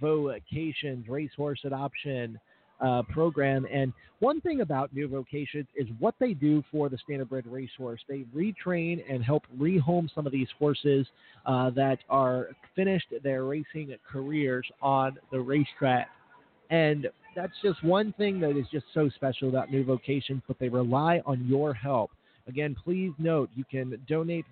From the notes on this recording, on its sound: Live from Jackson Raceway! Is proud to announce its live remote schedule for Sunday’s (July 8) Jackson, Mich., Fairgrounds event.